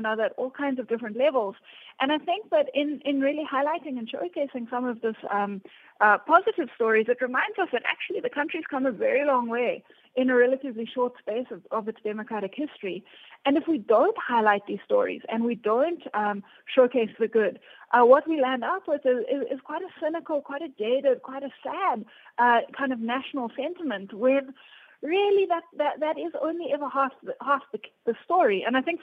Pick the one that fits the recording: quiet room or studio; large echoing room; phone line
phone line